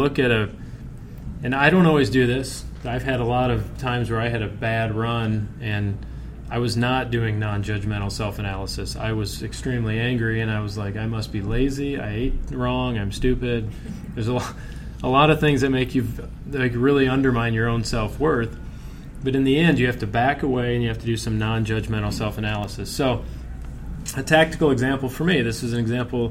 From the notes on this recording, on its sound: Recorded live at the monthly RFP Coaching Luncheon Workshop.